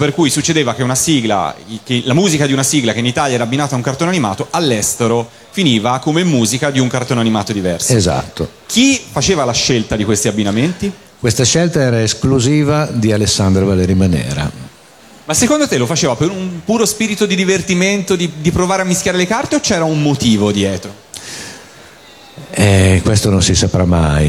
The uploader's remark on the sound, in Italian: Dal palco centrale di Lucca Comics & Games 2018